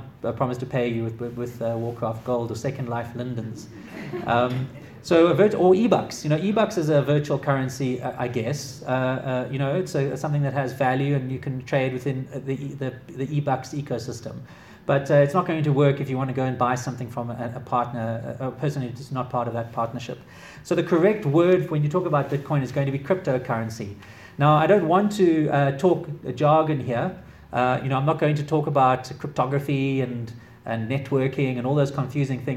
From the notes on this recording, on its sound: Delivered to the Association of Corporate Treasurers of South Africa in Johannesburg, South Africa, February 2017